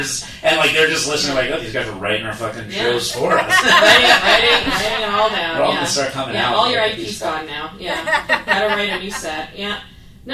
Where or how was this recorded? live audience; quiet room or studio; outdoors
live audience